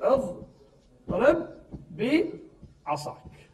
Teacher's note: انا اضرب بعصاك هذا الباء بالباء، باء زائدا باء، مثل اضرب بعصاك. بالادغام راح تصير باء مشدده، راح تصير اضرب بعصاك.